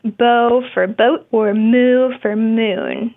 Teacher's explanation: another common phonological process for preschoolers is called final consonant deletion